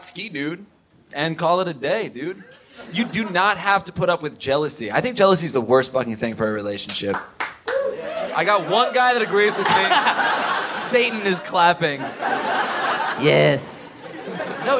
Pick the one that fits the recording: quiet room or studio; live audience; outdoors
live audience